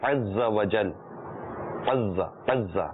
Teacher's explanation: عز و جل نہیں، عز و جل، عز عز، عین زا، زا پر بھی تشدید ہے، دو بار پڑھا جائے گا